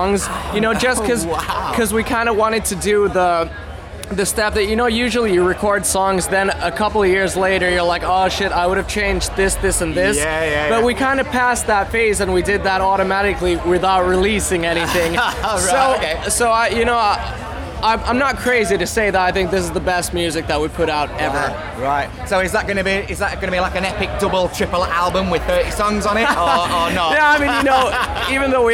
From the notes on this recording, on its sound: Download Festival 2019. At Download Festival.